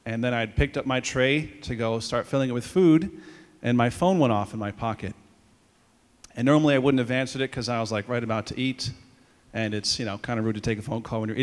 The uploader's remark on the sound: Audio from all school Mass on 2/14/24.